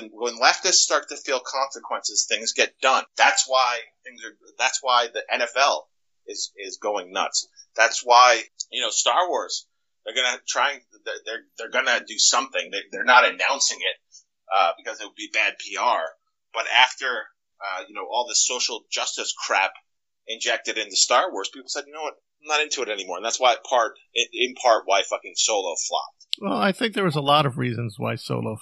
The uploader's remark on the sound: Technical issues with audio, apologies